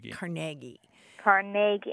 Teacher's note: Carnegie, accent on the second syllable. With more of an A than an E.